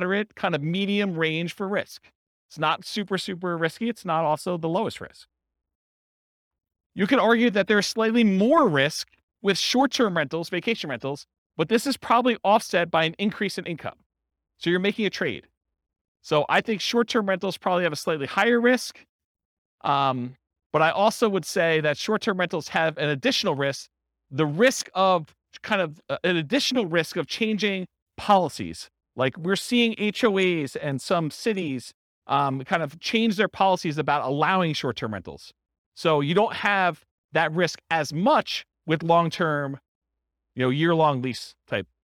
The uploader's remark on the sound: This was a live class recorded